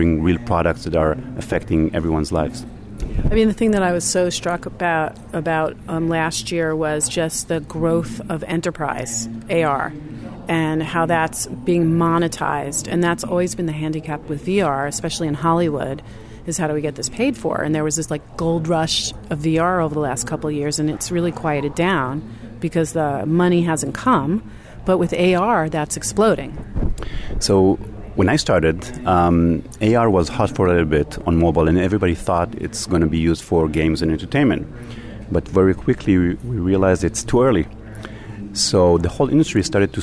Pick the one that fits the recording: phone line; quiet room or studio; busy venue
busy venue